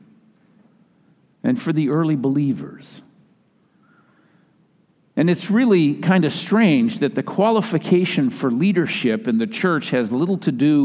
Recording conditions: large echoing room